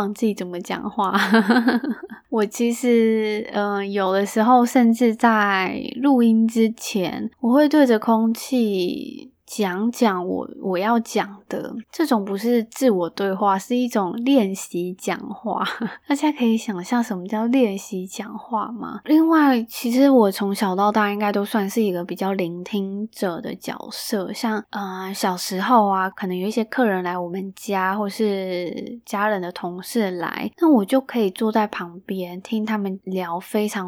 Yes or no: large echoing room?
no